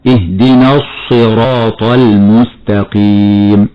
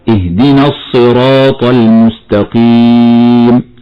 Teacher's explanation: يقرأ خطأ بالمبالغة في تفخيم الصاد فيضم الشفتين في حرف الصاد · Shown in: first take